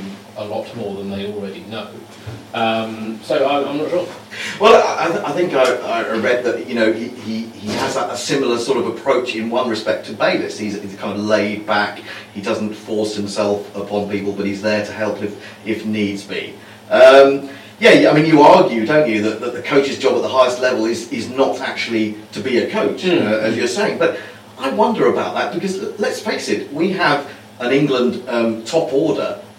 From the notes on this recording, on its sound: Live from the echo chamber! Literally - sorry for the less than optimal sound quality.